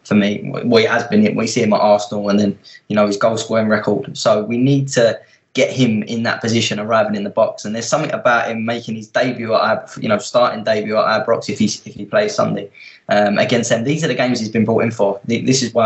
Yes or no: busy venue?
no